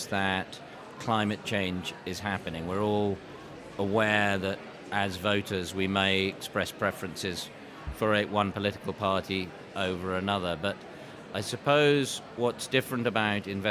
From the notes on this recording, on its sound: The second of two episodes recorded in partnership with CFA UK at their conference on the topic of ESG Investing and the associated practical realities, where we spoke to a number of the speakers from the event.